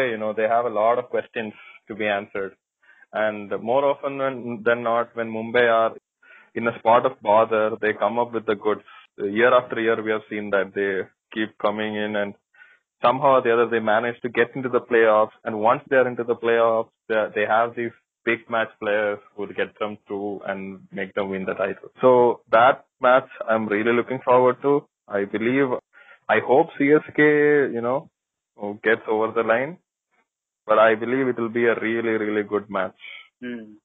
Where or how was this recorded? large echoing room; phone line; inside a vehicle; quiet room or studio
phone line